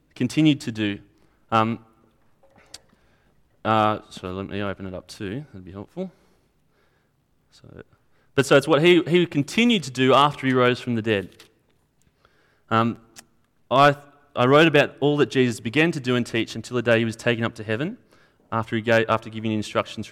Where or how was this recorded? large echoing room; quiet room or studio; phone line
large echoing room